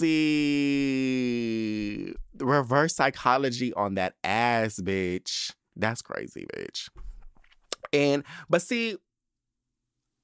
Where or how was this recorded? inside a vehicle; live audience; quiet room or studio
quiet room or studio